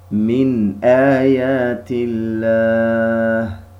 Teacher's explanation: طبعا التنوين هو أيضا نون لفظا، تثبت وصلا وتسقط وقفا، فمخرج النون الساكنة بعيد جدا عن مخرج حروف الحلق، لذا حسن الإظهار. ننطق بالنون الساكنة بدون غنة مستطالة